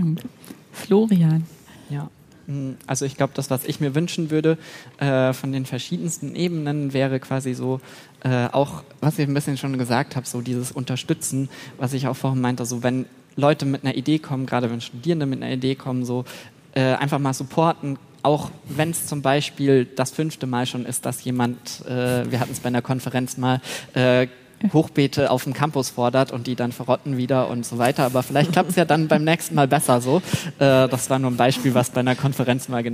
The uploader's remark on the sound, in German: Podiumsdiskussion Jahrestagung Netzwerk Wissenschaftsmanagement. September 2023 aufgenommen. An die Firma Kranz Live für die Unterstützung bei der Aufnahme.